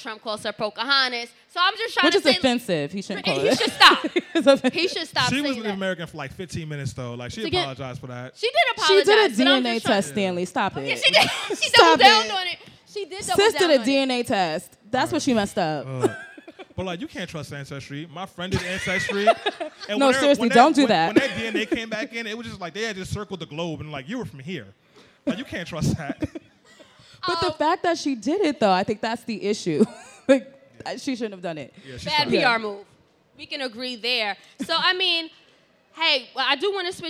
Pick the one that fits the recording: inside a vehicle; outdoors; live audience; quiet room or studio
live audience